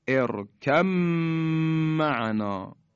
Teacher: حرف با در میم ادغام شد، یعنی ما دیگه حرف با رو تلفظ نمی کنیم